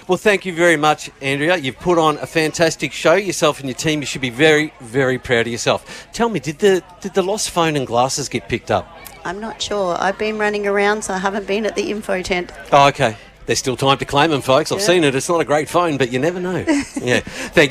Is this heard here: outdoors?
yes